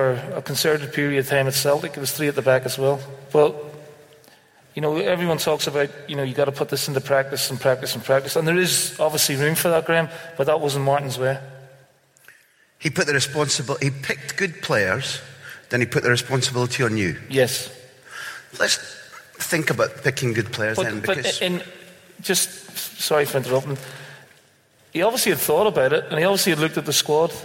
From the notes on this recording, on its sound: Recorded in front of a live audience at Greenock Town Hall.